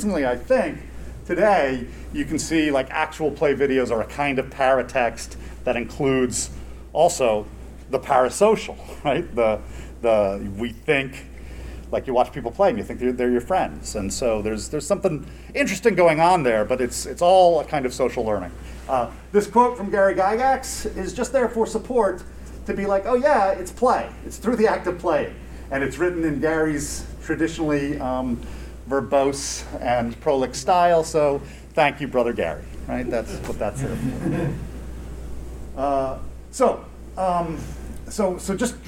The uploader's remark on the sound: Recorded at Metatopia 2023